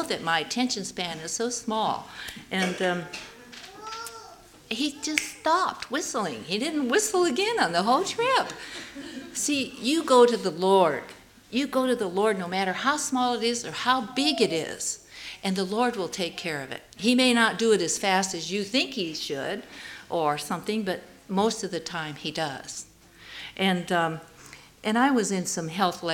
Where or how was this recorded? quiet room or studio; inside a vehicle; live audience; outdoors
live audience